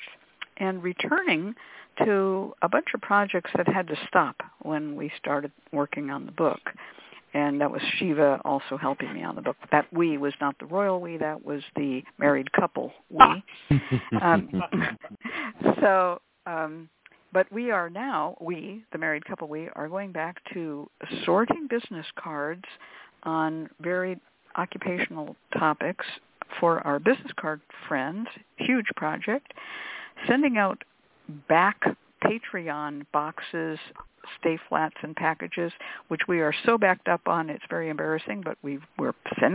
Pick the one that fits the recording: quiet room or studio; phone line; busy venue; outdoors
phone line